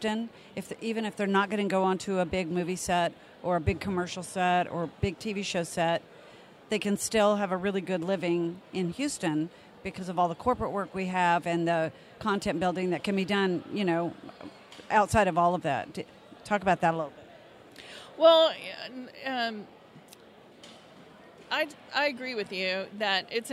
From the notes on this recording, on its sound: before the start of the 2019 TXMPA IMPACT awards